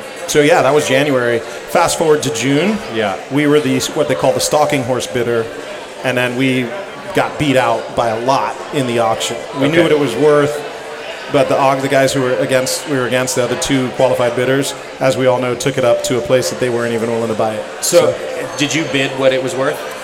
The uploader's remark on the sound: Live from Modern Times